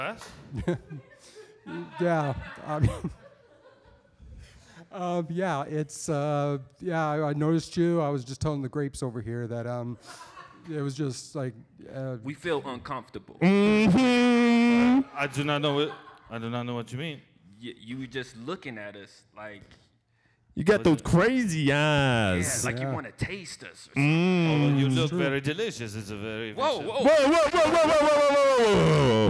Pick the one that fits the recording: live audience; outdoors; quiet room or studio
live audience